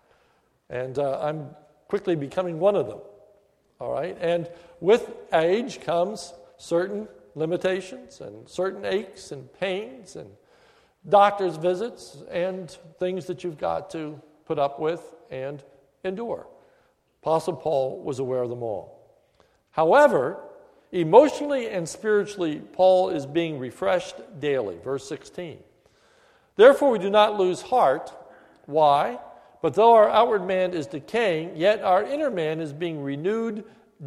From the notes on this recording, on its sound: This is a sermon recorded at the Lebanon Bible Fellowship Church, in Lebanon, PA, on 2/16/2014 during the evening service